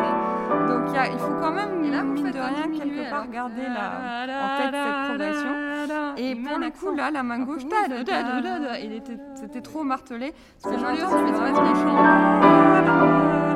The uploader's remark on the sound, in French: En public, dans le foyer du Théâtre du Châtelet. Les micros de Metaclassique capte cette session.